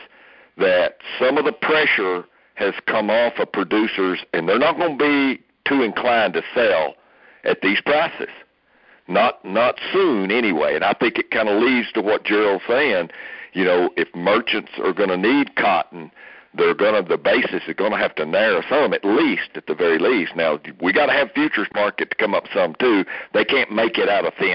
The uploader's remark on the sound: Aug 2019 Monthly Conference Call